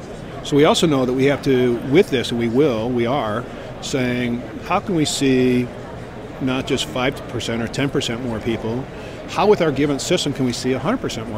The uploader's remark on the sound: Our LIVE from ATA 2016 broadcast series from the Care Innovations booth